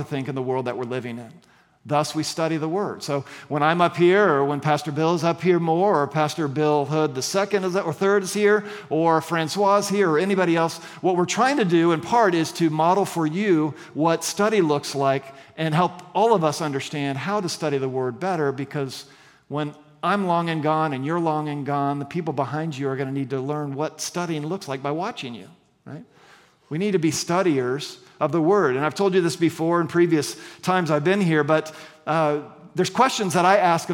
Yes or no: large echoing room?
yes